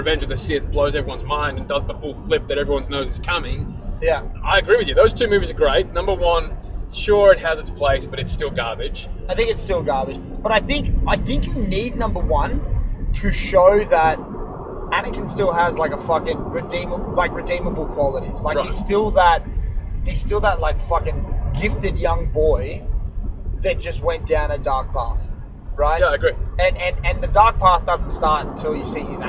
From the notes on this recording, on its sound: recording live from the Car